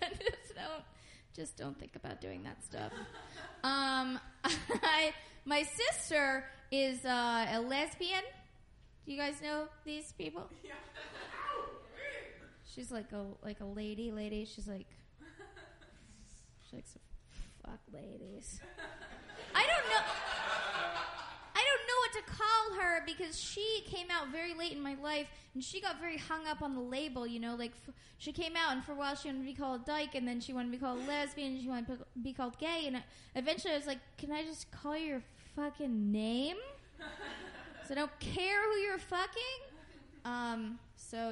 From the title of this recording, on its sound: Live at Brody Theater